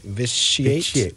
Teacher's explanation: that word apparently is with an SH sound in the middle, vitiate